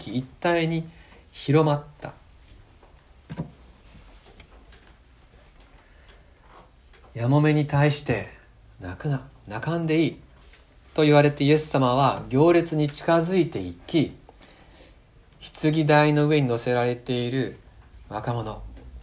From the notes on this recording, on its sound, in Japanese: 吉備聖約キリスト教会礼拝録音です。